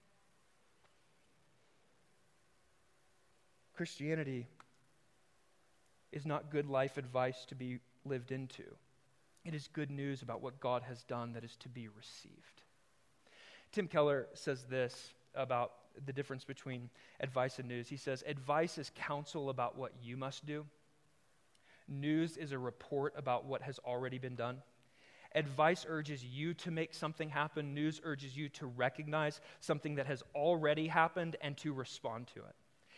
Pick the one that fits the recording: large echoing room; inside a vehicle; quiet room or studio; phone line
large echoing room